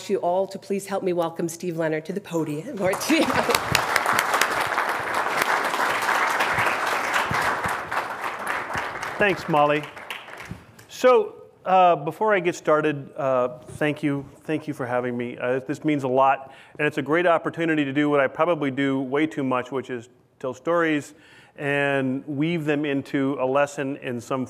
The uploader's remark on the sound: This lecture was recorded at the open house for the USAHEC's newest exhibit